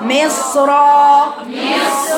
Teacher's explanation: هنقف بالتنوين مصر را بعدها مد حركتين